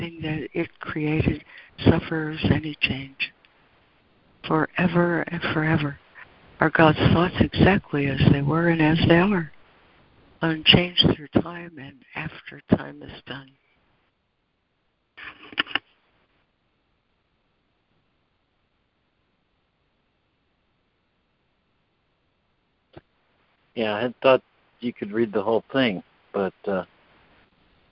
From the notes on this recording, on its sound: ACIM Daily Conference Call.